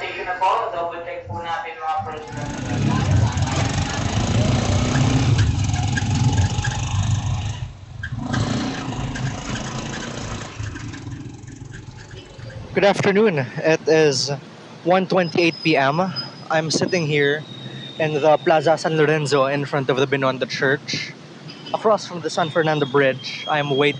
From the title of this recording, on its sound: a walking tour of San Nicolas